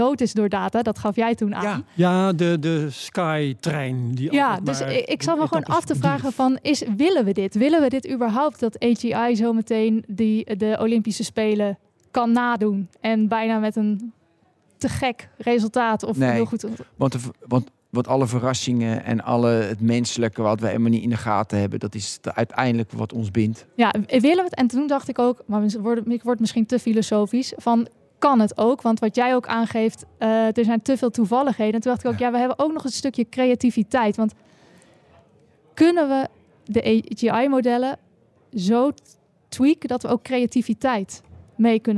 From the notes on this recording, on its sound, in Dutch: Live vanuit Papendal, op het evenement van OneXillium